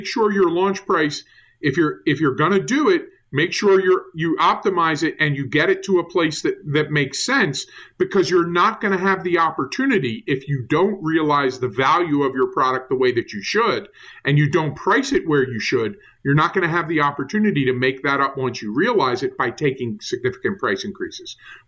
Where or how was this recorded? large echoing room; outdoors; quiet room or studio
quiet room or studio